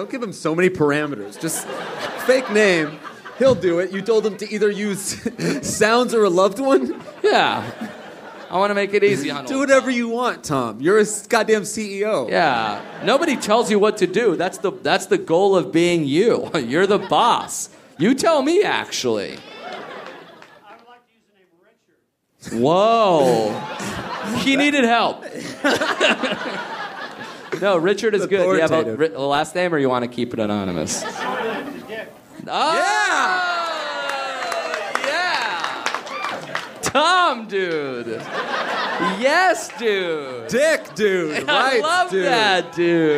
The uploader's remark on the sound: A call from a friend. All live at the Irvine Improv in Irvine, CA!